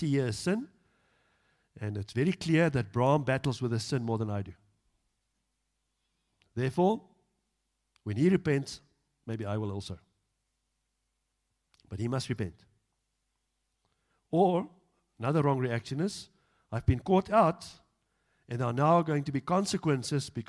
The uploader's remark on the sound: Evening Worship Service - 10 July 2022